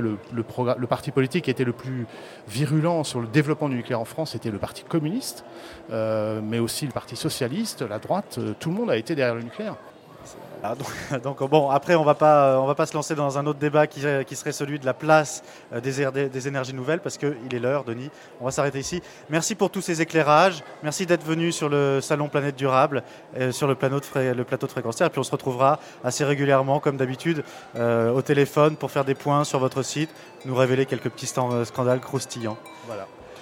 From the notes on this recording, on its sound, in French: enregistrée lors du salon planète durable en Avril 2011